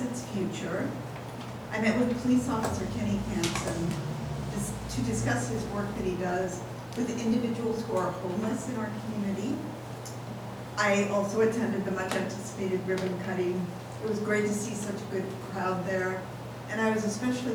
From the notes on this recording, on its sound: Live recording of Astoria City Council Meeting. This council meeting was held on a Tuesday night instead of the usual Monday, because of the Labor Day holiday.